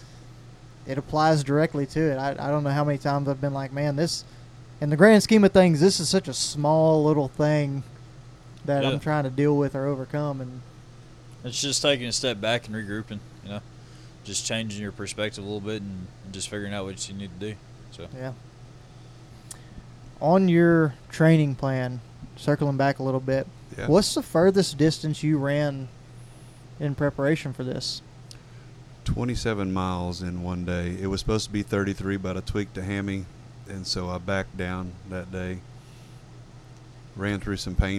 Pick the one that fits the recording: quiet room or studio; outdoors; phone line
outdoors